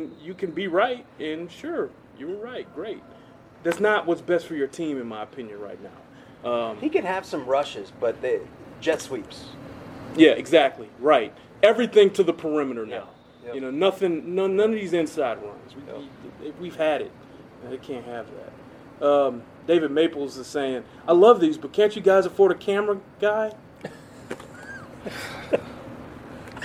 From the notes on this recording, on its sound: live from AT&T Stadium